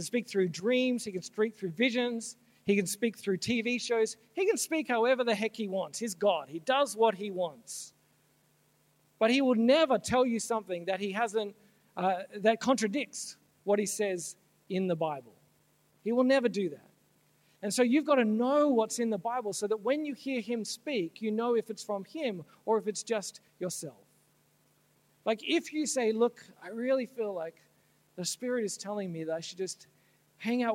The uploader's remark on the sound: This talk was originally given at Soul Survivor Conference NSW 2017.